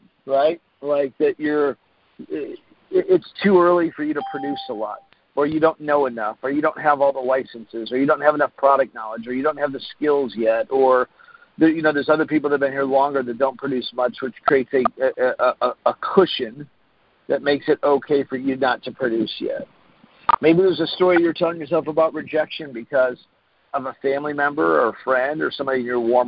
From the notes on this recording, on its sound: Team Freedom conference call on 4/12/19.